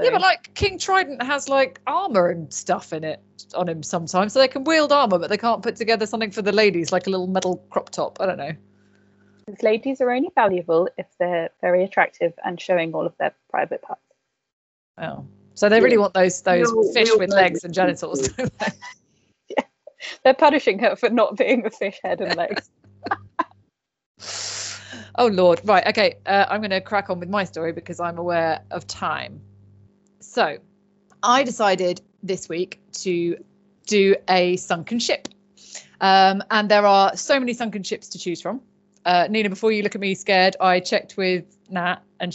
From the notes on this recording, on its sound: This episode was recorded using Microsoft Teams as we were experimenting with recording during our continued lockdown.